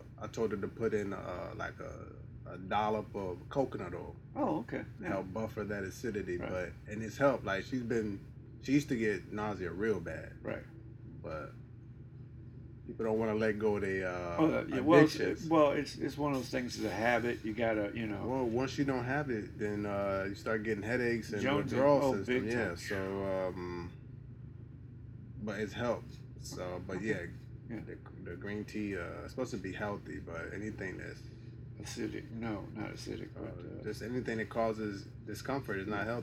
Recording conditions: poor sound quality